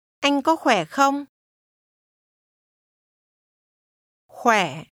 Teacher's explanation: Did you match the falling, rising tone in khỏe?